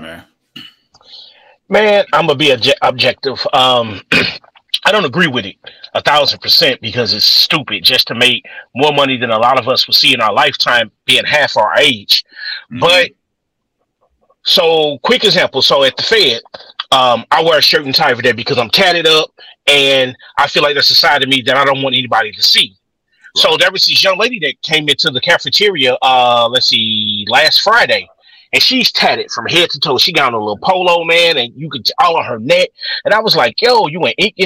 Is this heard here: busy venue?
no